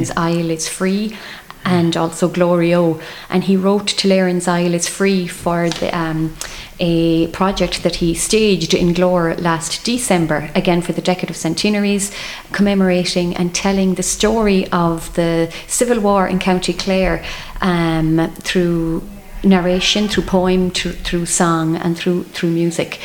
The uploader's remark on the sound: Live from the Community Hall Feakle as part of the 36th Feakle trad Festival as part of Saturday Chronicle.